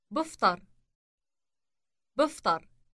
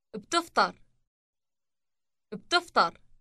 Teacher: The difference between I eat and you eat is the T sound inserted after the initial B sound. · Shown in: second take